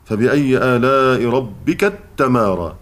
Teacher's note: فإنه يدغم التاء في التاء